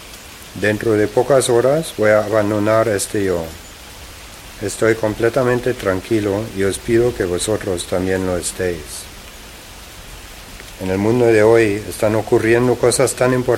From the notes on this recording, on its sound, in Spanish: El tour fué grabado en lugares originales en el centro de Berlín. Las voces son de personas cuyos familiares fueron miembros de la resistencia o sufrieron persecuciónes.